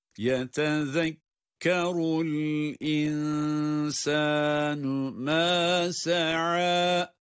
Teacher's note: Sin harfleri her iki kelimede de ince.